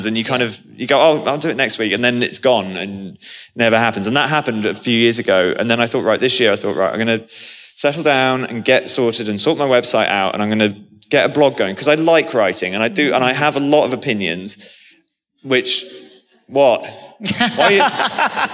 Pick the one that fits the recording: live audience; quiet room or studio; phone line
live audience